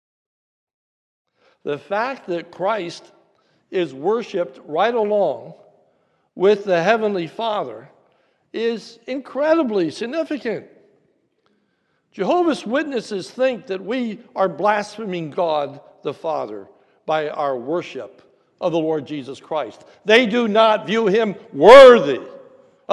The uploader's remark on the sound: This is a sermon recorded at the Lebanon Bible Fellowship Church in Lebanon, PA during the New Year’s Eve service.